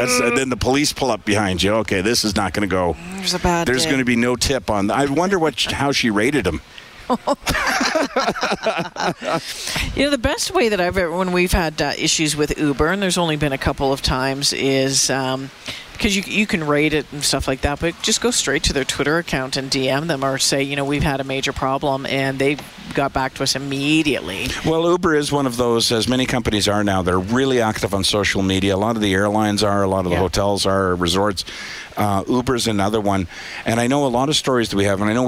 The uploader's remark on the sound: broadcast live from Santas Anonymous depot